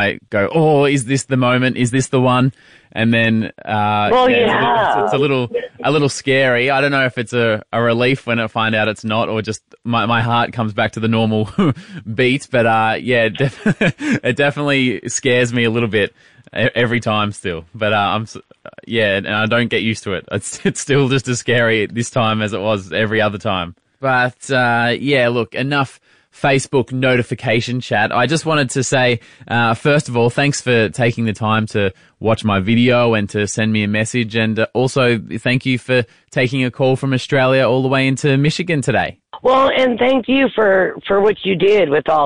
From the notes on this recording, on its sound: Phone Call to Birth Mother.